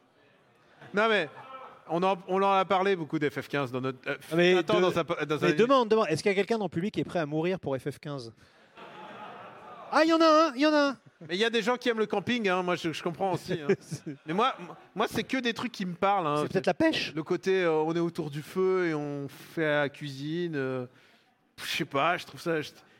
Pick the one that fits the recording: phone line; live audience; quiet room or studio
live audience